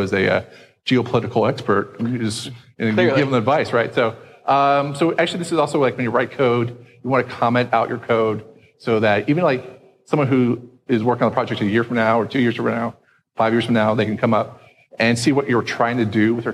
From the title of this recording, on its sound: Live at SXSW